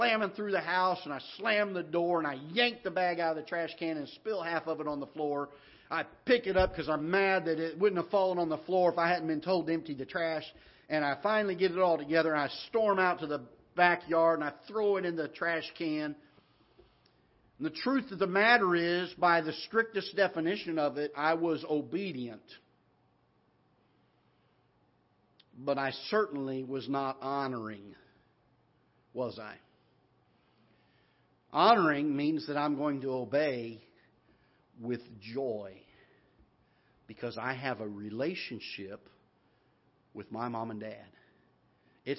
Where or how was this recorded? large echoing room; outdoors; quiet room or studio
large echoing room